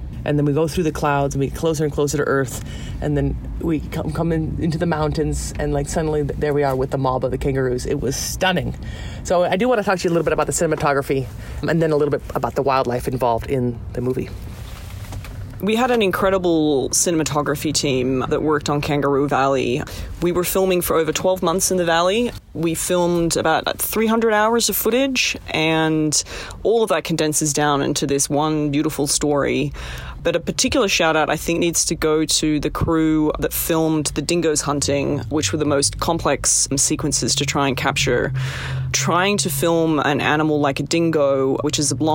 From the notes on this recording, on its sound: This episode was recorded inside an old Land Rover Defender 110 (the portable recording studio) parked in front of the Roxy Theater during the International Wildlife Film Festival.